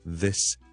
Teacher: 而 this 里面嘅 THM 咧，我哋系 voice 咗佢